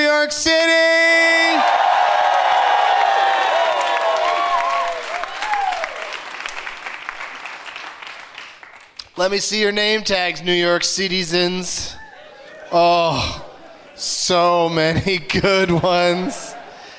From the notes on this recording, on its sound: Live from the Gramercy Theatre in New York City